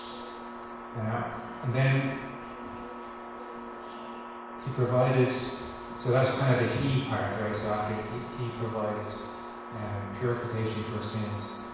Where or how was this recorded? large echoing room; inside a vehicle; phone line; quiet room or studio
large echoing room